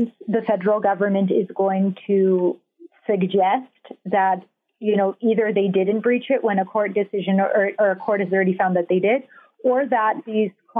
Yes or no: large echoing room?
no